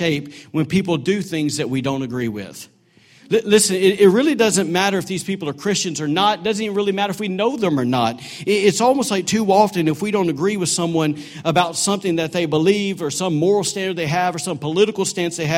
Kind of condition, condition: setting, large echoing room